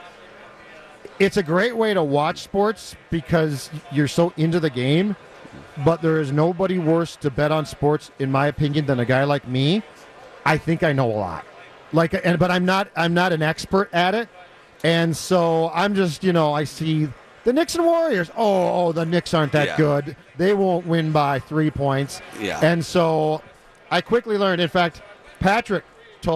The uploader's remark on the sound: live from Radio Row all week